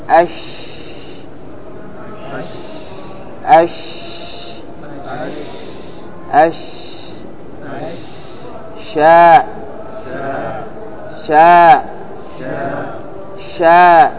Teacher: ورابعا فيه الرخاوة، فهو يجري معه الصوت، الصوت يجري معه، وفيه الانفتاح، أي أنه غير مطبق. عندما تقول أش، هنا تفشى في الفم وانتشر صوته، وانتشر صوته وامتد أيضا صوته · Term: التفشي